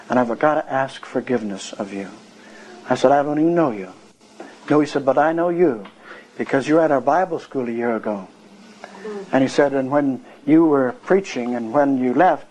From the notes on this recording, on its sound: One of the brethren at the meeting recorded and entitled it. There I found the first half of this cassette.